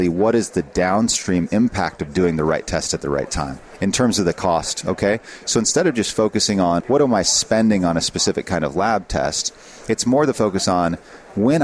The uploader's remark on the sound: The episodes were broadcast live in Experian Health’s booth (#3503) at the The HIMSS17 Annual Conference and Exhibition. The episodes were broadcast live in Experian Health’s booth (#3503) at the The HIMSS17 Annual Conference and Exhibition.